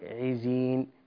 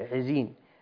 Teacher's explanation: نكسر العين، نحقق كسر العين · Shown in: first take · نقول عزين.